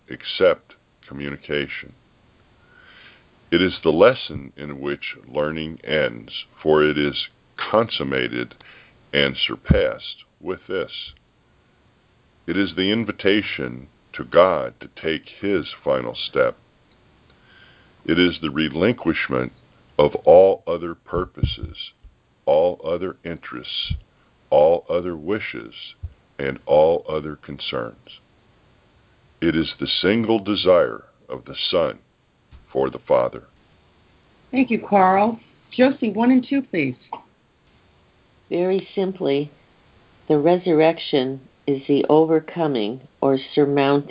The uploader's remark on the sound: ACIM Daily Conference Call